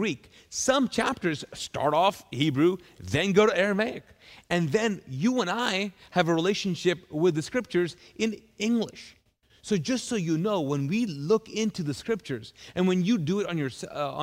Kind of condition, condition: setting, large echoing room